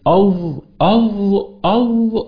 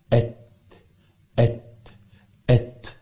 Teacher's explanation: تقعر يعني تصاعد الصوت الى اقصى الحنك الاعلى عشان حرف مفخم · Shown in: first take